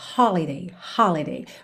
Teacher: holiday tem a sílaba tônica na primeira sílaba